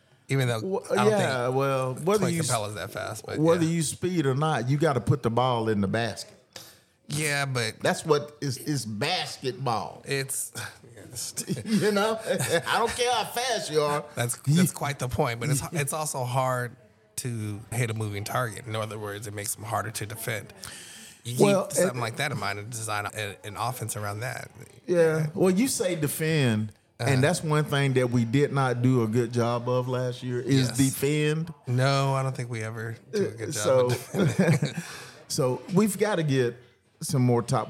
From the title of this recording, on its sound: Live at the Best Damn Detailer car show